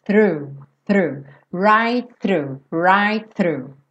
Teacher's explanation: E já traz a língua, né? Fez o th, já traz para o R